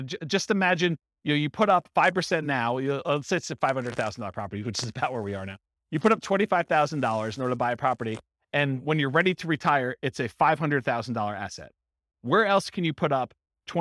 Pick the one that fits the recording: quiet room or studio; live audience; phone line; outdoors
live audience